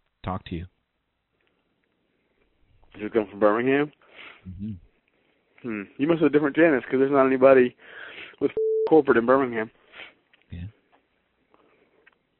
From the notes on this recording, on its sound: We make calls to the adult phone lines and random people using the scumbot.